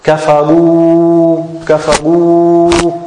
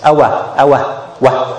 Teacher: al-waw ghayr al-maddiya, which is from the lips · Shown in: second take